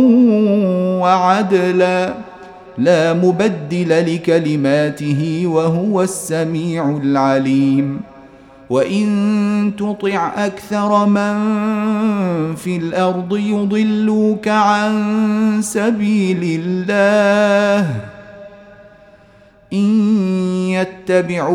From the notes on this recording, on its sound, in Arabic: تسجيل مجمع من صلاة التراويح - مسجد السلام بجدة